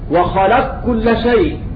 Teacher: وأيضا وخلق كل شيء أضغمت القاف في الكاف